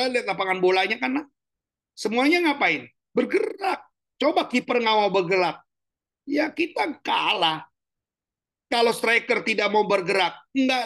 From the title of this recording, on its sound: Audio Zoominar